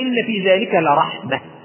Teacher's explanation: تقف عليها وتقول إن في ذلك لرحمة بالهاء · Term: هاء تأنيث